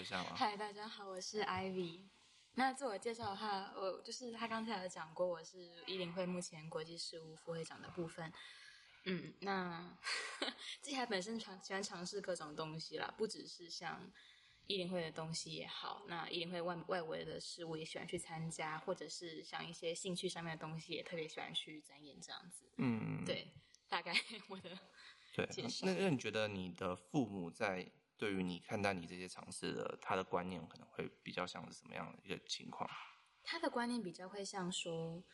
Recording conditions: uneven or low level